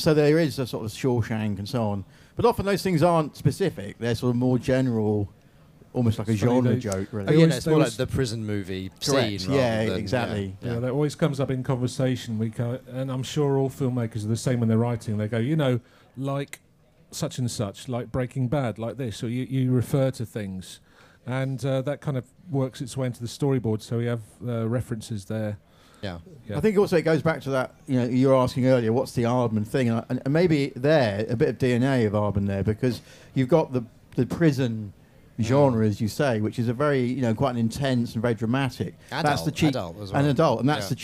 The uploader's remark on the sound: at the Apple Store, Regent Street in London